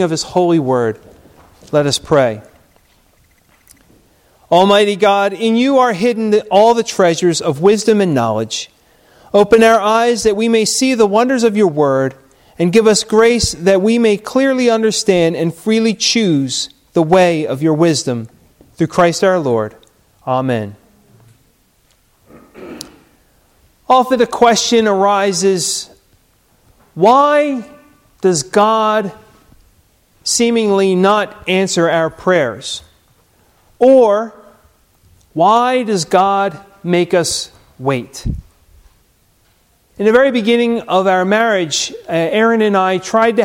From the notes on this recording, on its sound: Recorded at Hudson UMC